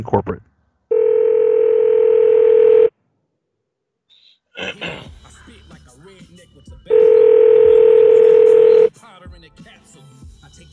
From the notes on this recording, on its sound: We now have the ringing sound back when we make calls which makes things a whole lot better, no thanks to Skype.